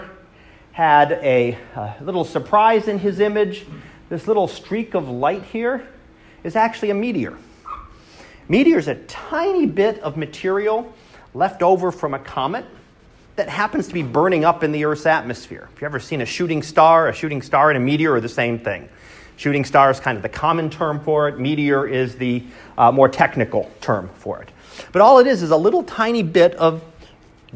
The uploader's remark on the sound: Live Class Lecture